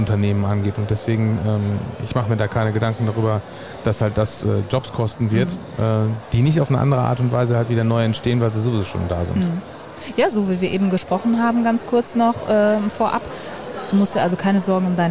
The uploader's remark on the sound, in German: Spezialfolge live vom Online Marketing Day.